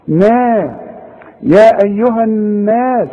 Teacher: انما النون والمد بتاعها اللي هو الالف مرققة